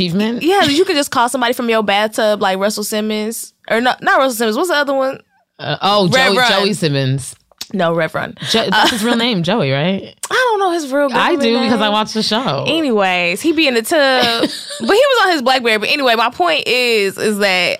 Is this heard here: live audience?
no